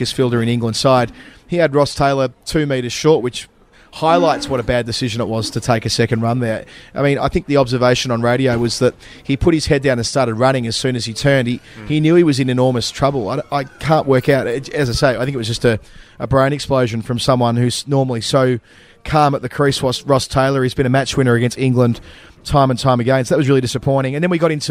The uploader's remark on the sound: recorded from a couch in Birmingham and a pub in Dublin